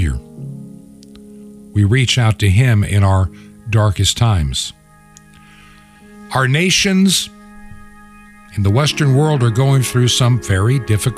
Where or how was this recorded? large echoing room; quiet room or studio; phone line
large echoing room